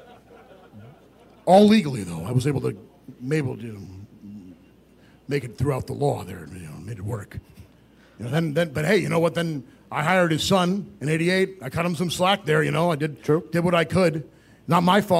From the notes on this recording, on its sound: Live From Starrcast.